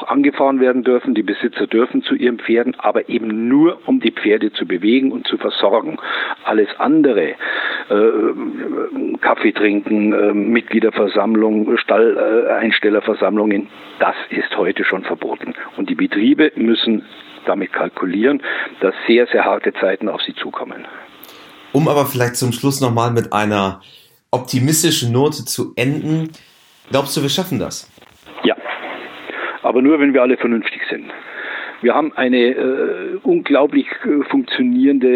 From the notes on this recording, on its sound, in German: Telefoninterview